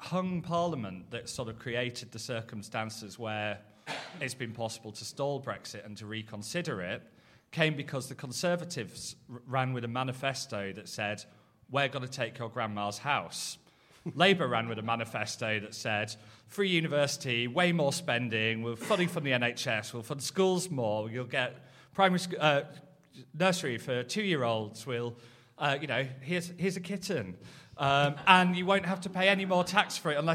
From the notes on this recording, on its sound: In front of a live audience. A special episode recorded at Podcast Live.